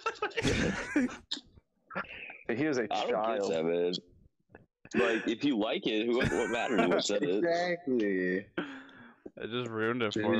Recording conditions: video call